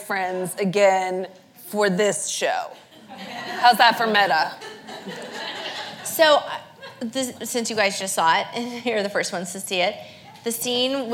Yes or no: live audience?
yes